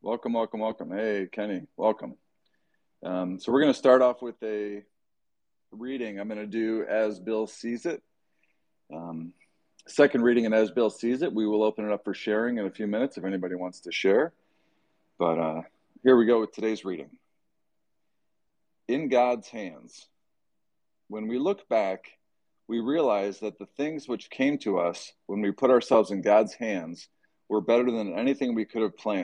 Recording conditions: video call